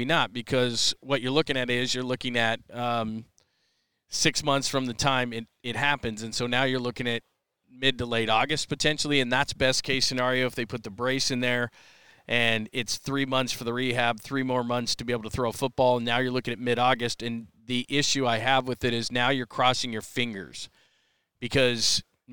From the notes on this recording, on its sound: Unleashed Live chat from Super Bowl 57 In Phoenix! Live chat from Super Bowl 57 in Arizona!